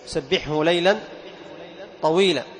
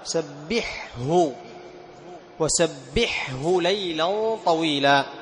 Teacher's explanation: طيب، وسبحه، الحاء مع الهاء، الحاء من وسط الحلق والهاء من أقصى الحلق، فتحتاج إلى توضيح. تمام، سبحه وسبحه ليلا طويلا، فتظهر الحاء وتظهر الهاء بهمسهما.